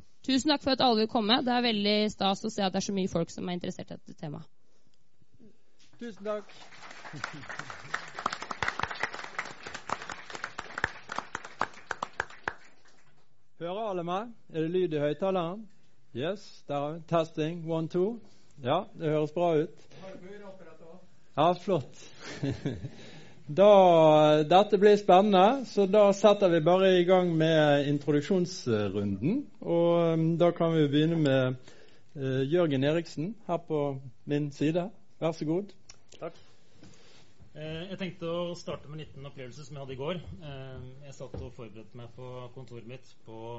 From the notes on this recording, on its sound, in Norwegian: Norsk Tindeklub avholdt paneldebatt på Litteraturhuset. Det var over 90 personer som tok turen, og det var bra med engasjement i salen.